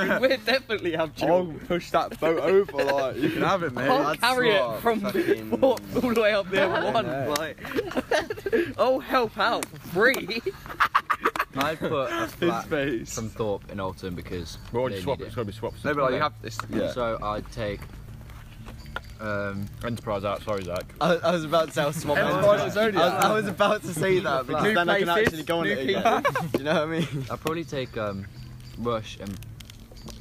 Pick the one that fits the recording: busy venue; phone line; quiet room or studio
busy venue